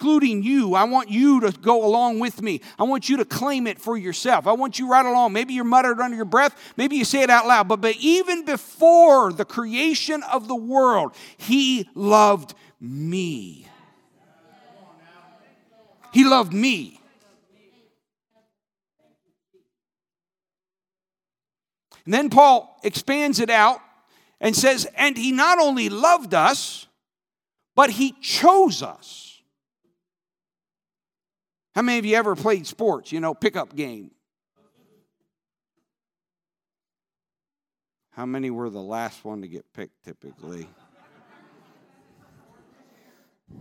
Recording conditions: large echoing room